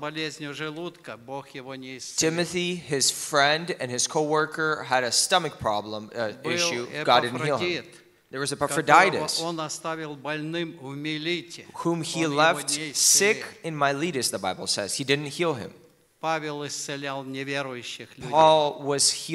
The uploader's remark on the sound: In today's service we have the Q and A Forum panel, where our pastors are answering the questions from the audience(from our youth).